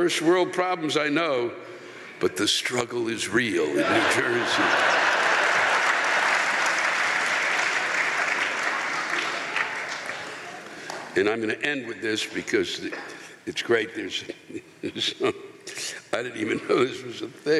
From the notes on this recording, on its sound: The live rants come from the shows in Red Bank, NJ and Syracuse, NY